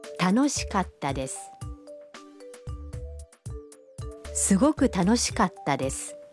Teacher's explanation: Катта произносится с короткой паузой между ка и та.